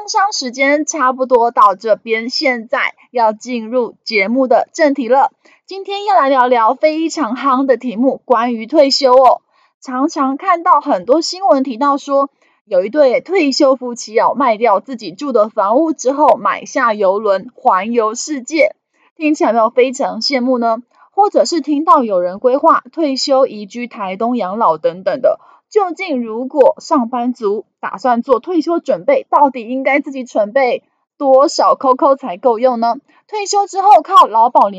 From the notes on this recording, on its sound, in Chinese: 本集有些許雜音，已亟力避免，如有察覺請多多包涵。